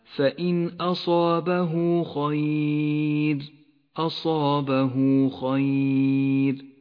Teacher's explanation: مد الصلة الصغرى في قوله تعالى فإن أصابه خير، أصابه خير، تمد إشارة الصلة بمقدار حركتين